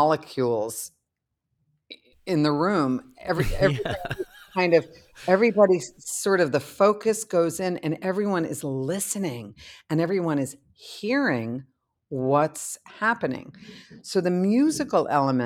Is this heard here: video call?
no